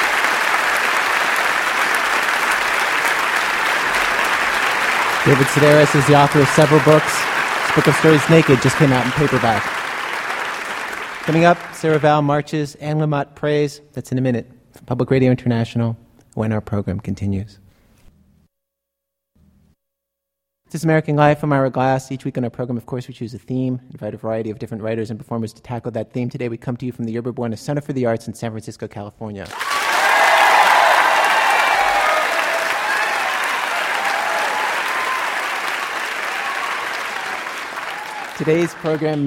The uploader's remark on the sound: This show was recorded in front of a live audience at the Yerba Buena Center for the Arts in San Francisco, with help from KQED-FM, during the 1998 Public Radio Conference in San Francisco.